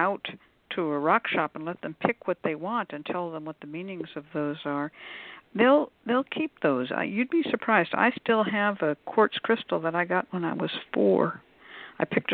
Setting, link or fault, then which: link, phone line